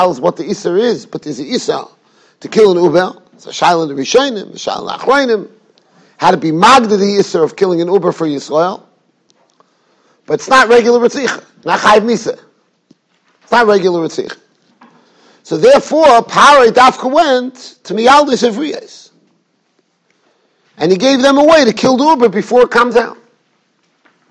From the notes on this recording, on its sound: Shiur recorded in Yeshivas Ohr Reuven, Monsey, NY.